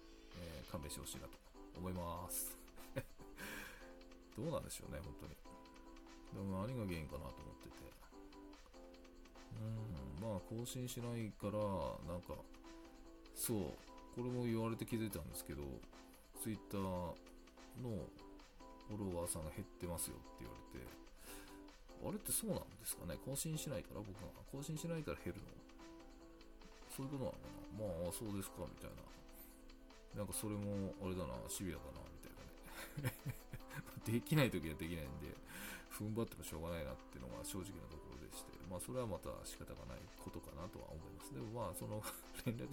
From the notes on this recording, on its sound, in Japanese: ちょっと音声小さいですか？